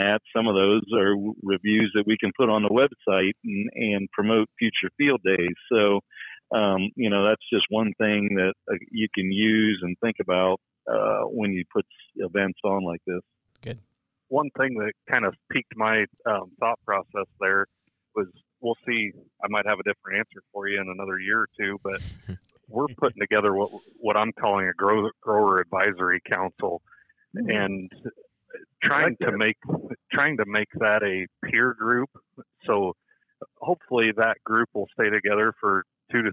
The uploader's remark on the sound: a phone call